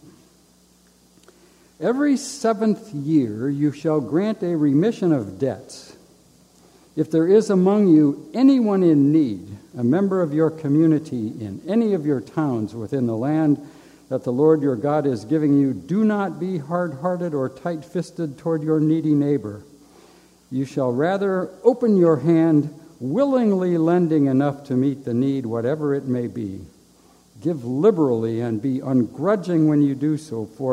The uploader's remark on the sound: A live recording of Camp Arcadia's Dean & Lecturer's Program. This podcast was recorded live in the Assembly building during Camp Arcadia's Family Week 9.